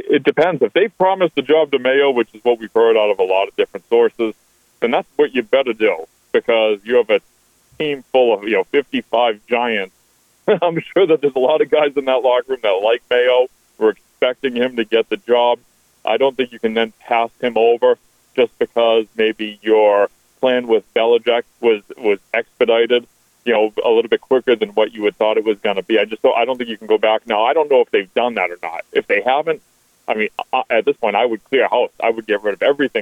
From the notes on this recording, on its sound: a couple of his dedicated, professional quality sports talk callers